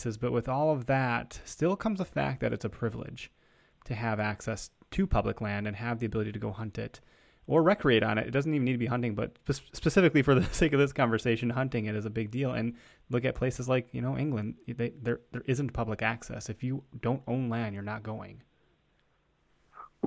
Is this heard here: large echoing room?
no